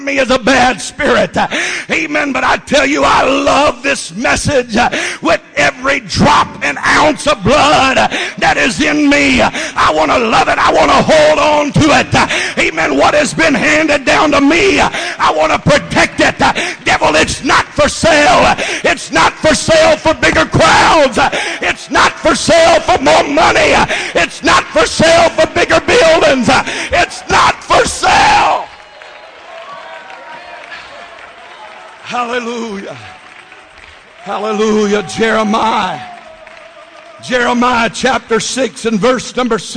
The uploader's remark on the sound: Baton Rouge Camp Meeting 2015